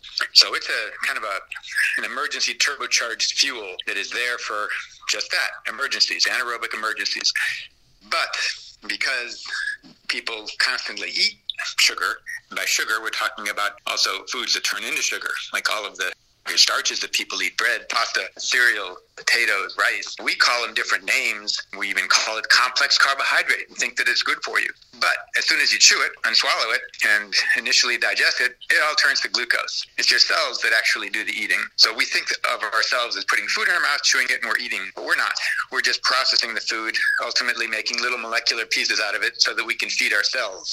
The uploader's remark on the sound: I’m using the high tech method of recording this phone call on my handheld zoom recorder as you speak on What’s App from India.